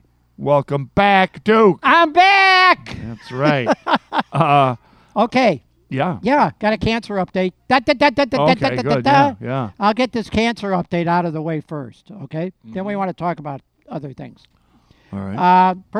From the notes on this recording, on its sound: Present the Hibernian Radio Hour at our newest recording location, The Beacon Pub in Forest Park.